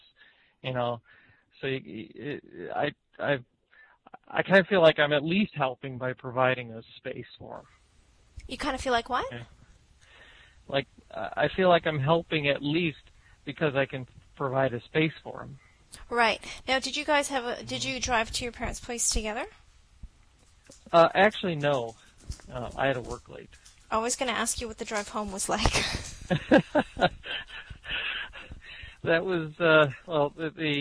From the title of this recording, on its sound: Call In Show